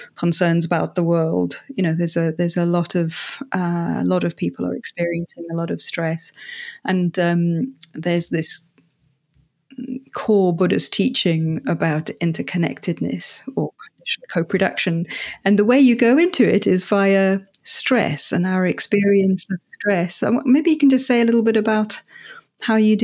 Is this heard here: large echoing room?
no